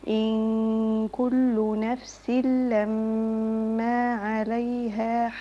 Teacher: وطلع طرف لساني في الظاء